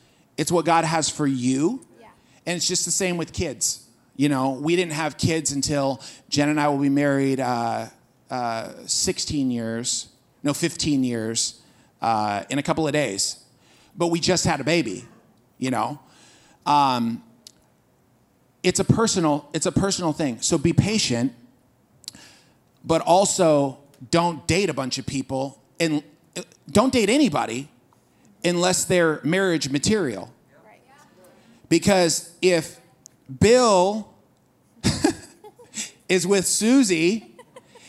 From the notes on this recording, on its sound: This Waves service, we took questions from the audience